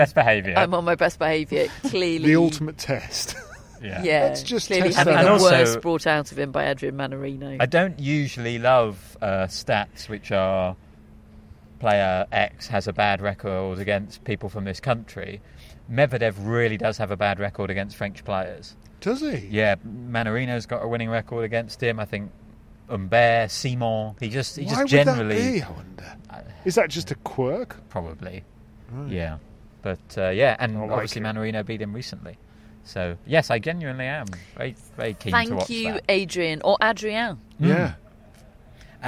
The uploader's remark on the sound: Live from Wimbledon Day 3